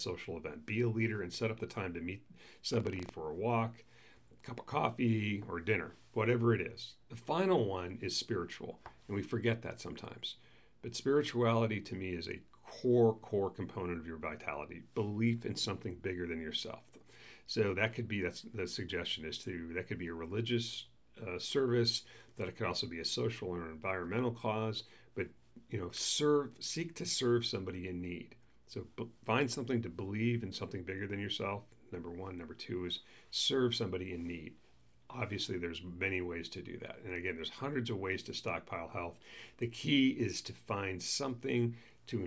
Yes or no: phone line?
no